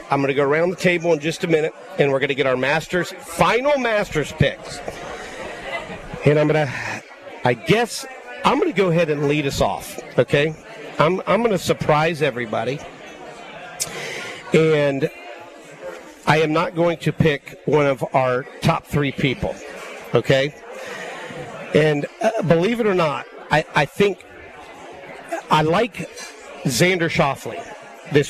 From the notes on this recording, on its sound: LIVE Ftom Felix's Fish Camp!